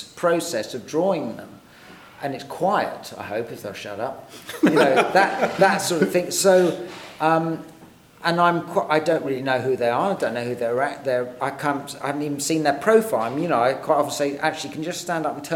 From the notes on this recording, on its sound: Live at BIF. At this years BIF here in Brighton we had the pleasure of interviewing. In front a live audience.